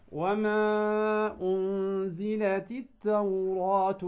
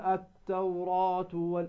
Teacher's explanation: مفتوحة، والألف ساكنة، إذن هو حرف مد. كم نمد الألف هنا إذا وصلنا؟ نمدها بمقدار حركتين